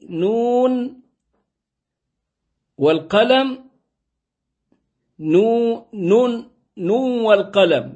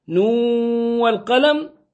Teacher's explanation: بالإدغام دون غنة، وقرأ آخرون بالإدغام وبغنة